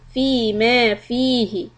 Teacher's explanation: stretch the فِي مَا and the فِي and then keep the هِ short.